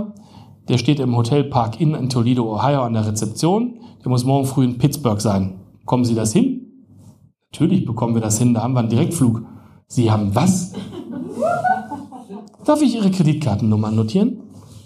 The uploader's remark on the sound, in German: Livelesung